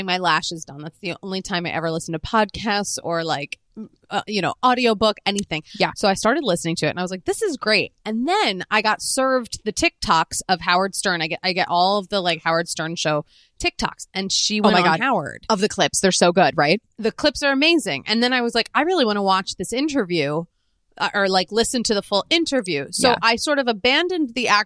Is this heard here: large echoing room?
no